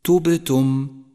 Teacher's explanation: سادسا، انظر إلى حرف الباء من كلمة تبتم، تبتم، وقد لون بالأزرق الفاتح في مصحف التجويد إشارة إلى صفة القلقلة، وهي هنا قلقلة صغرى لأنها في وسط الكلمة